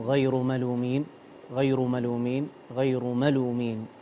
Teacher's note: الشدة تكون على بداية كلمة ملومين